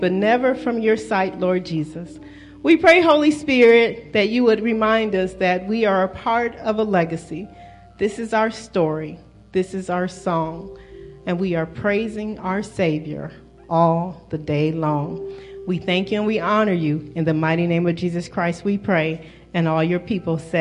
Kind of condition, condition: setting, large echoing room